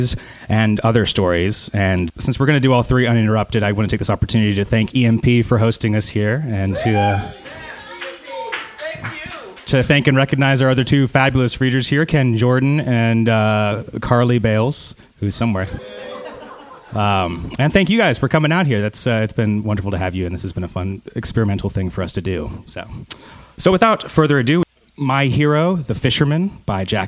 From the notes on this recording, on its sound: Recorded live: A Drabblecast story slam that took place March 27th 2014 in Baltimore Maryland at the EMP Art Collective.